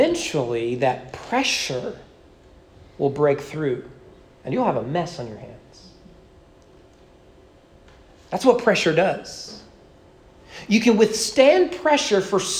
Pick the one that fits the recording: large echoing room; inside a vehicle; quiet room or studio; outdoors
large echoing room